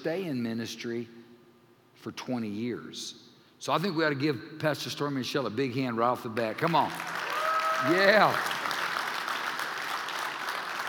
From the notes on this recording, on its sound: Recorded live during our Sunday service.